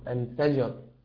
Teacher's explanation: قلقل الجيم وفخم حرف الراء فقط لا أكثر